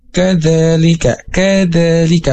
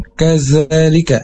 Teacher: huruf da ini ujung lidahnya keluar sedikit menyentuh ke ujung gigi atas atau bisa tergigit sedikit · Shown in: first take · Kadzalika, kadzalika, bukan kazalika.